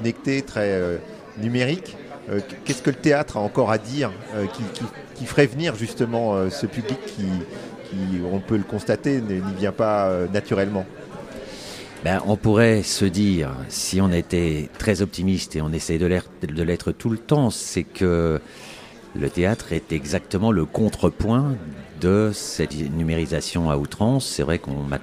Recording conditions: busy venue